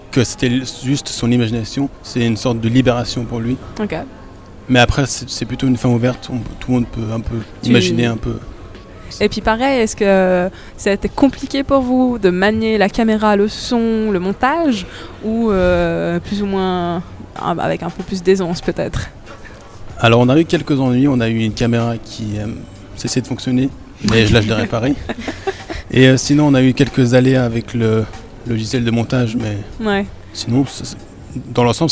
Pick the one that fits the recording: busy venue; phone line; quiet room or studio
busy venue